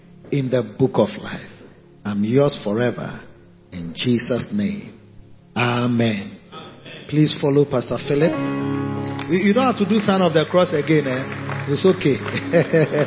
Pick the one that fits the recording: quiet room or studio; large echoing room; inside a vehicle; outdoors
large echoing room